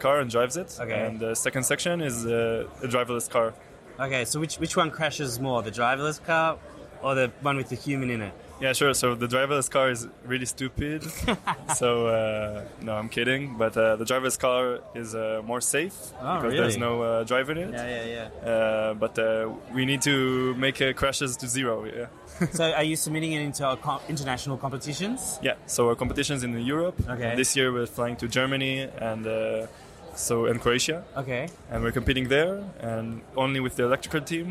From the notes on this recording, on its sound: Eco-motion summit Tel Aviv. Walks the floor of the EcoMotion conference interviewing exhibitors demonstrating the latest cutting edge smart mobility tech.